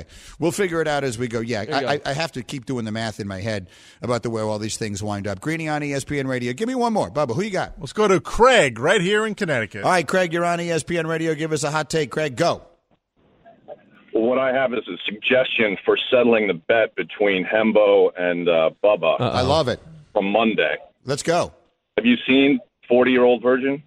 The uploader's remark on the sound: we open the phones and take your hot takes